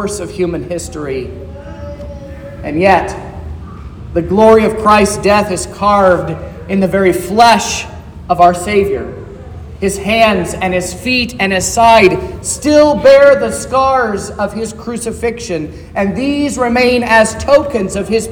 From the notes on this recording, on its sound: This is the sermon preached at Trinity Lutheran Church in Vallonia, Indiana, on Sunday, August 27th, 2023